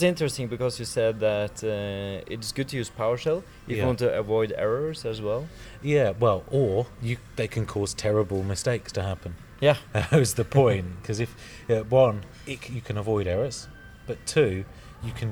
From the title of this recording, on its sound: Live from TechEd Europe